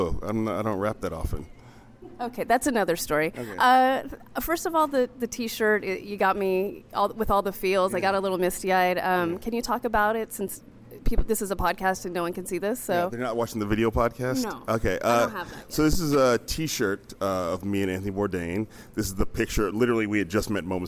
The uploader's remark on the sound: On the SF Film Festival red carpet prior to his fourth season premiere of United Shades of America at the historical Grand Lake Theater in Oakland.